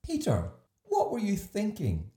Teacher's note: The stress is on thinking. Also, there's a rising intonation and the pitch is quite high and it's a bit fast.